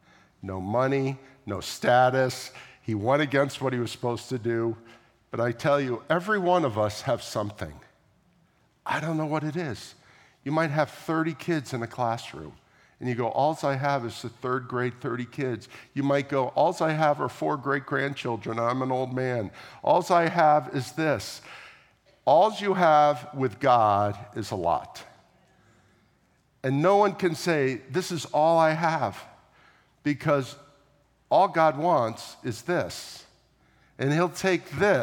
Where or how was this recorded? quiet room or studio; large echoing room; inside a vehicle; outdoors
large echoing room